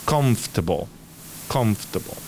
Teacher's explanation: Ahí confortable tiene una pequeña variante en pronunciación y es que la O de for, confortable, no se va a pronunciar, apenas se oye, ¿vale? Entonces va a ser más un comfortable.